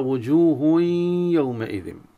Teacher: عليه أن يأتي الغنة في الياء وليس الياء الخالصة، لا يقرأ وجوه يومئذ، آية خالصة.